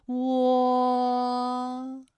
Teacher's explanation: 我们的唇形始终是圆形的，舌位的动程呢是由高到半高，在归音的时候呢是要弱收到位的 · Term: 窝的唇形